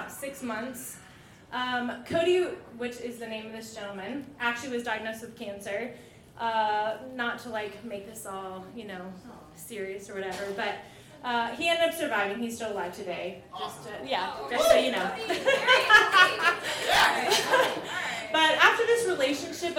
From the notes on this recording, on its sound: A selection of stories told on stage in 2022. Goes south is a live storytelling event out of Charlotte, NC. This podcast combines audio recordings from these live events. Goes south live events take place on the 3rd Tuesday of the month at Petra's in Historic Plaza-Midwood, Charlotte, NC.